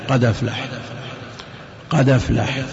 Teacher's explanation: تنقل حركه الهمزه الى الدال